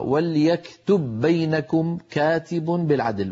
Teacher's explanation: وليكتب التقى في النطق باءان، والأولى من البائين ساكنة فأدغمنا الباء الأولى في الثانية فصارتا باء واحدة مشددة · Term: الإدغام